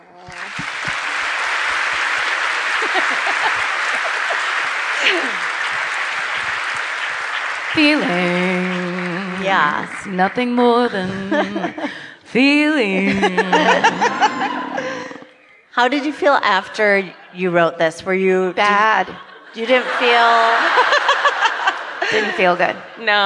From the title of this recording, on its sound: The LA Book Tour Event at the Wilshire Ebell Theatre